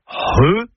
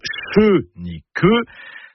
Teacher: C'est le C'H qui sert à écrire le son RE, et donc pas CHE ni QUE, c'est RE. C'est un gros H aspiré. · Shown in: first take